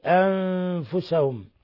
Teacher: نون ساكنة جاء بعدها الفاء الحكم التجويدي إخفاء حقيقي